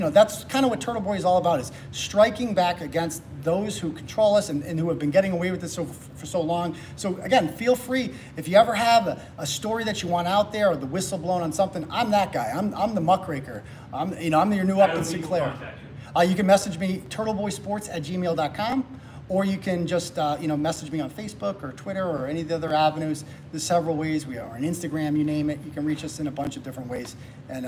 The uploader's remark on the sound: Speech at Taunton Republican City Committee Meeting